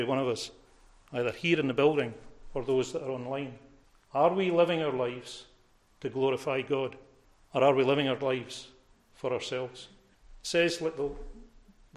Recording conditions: large echoing room